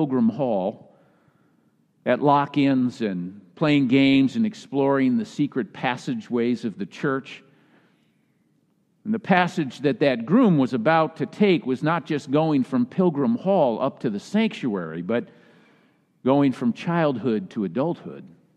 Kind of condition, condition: setting, large echoing room